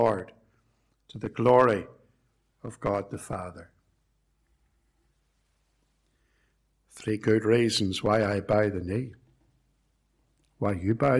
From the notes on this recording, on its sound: It was preached at both Ballymacashon and Templepatrick reformed Church, and was recorded at Templepatrick.